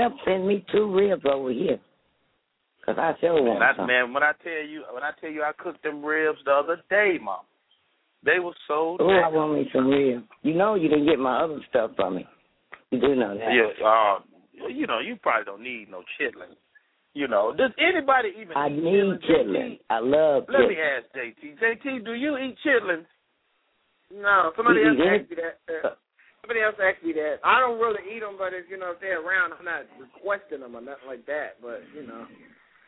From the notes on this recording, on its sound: opens up the lines to chat with his audience